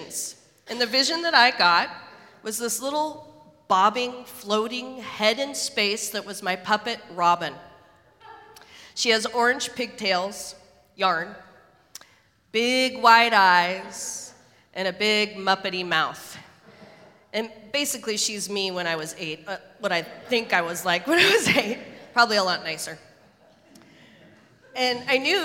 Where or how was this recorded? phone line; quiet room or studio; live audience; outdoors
live audience